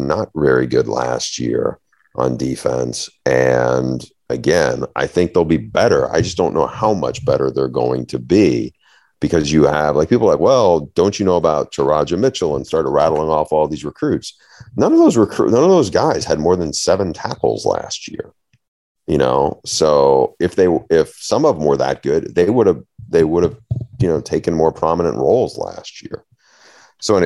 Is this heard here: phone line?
no